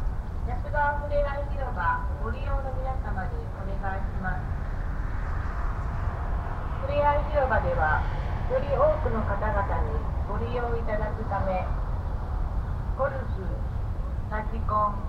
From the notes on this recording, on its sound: Field recording in a large park along Yasugawa in Shiga Prefecture, Japan (野洲川立入河川公園). We can hear the rumble of a nearby dam, traffic, crows, kids playing in the distance, and an hourly public address message that asks people to obey park rules: no golf, RC cars or aircraft, fireworks, unleashed dogs, fires, littering, or other activities that may disturb people. The loud recorded message dominates the sonic environment of the park once every hour.